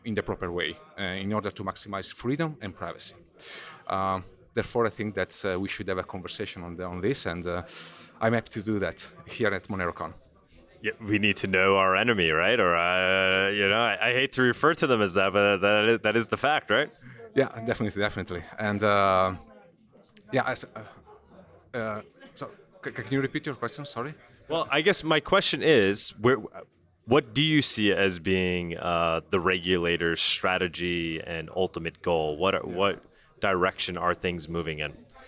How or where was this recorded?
busy venue